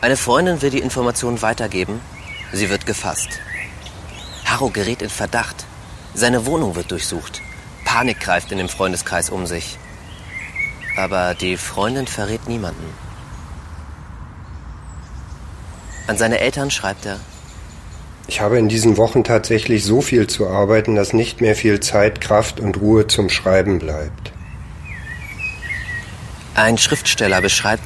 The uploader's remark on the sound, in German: Auf einem Spaziergang durch Berlin. Die Tour wurde im Zentrum von Berlin an Originalorten aufgenommen.